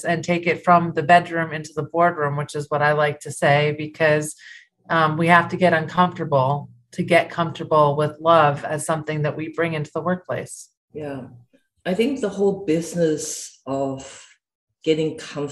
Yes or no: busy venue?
no